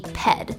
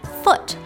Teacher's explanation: Grimm's Law also applies to the English foot, which comes from the P-I-E ped. Again, p becomes f.